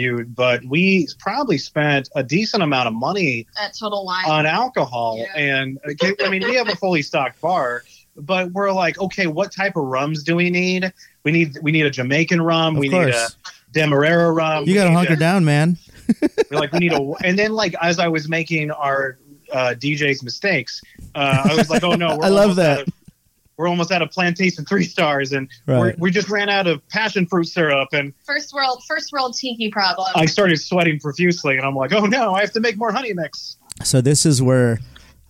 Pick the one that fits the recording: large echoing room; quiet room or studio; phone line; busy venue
phone line